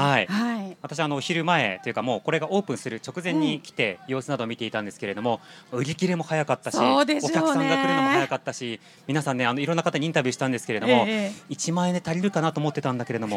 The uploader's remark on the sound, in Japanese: 難民・移民フェス公開収録。